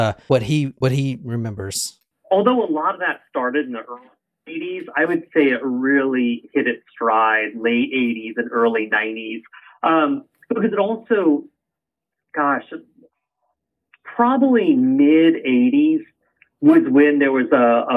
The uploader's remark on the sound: via phone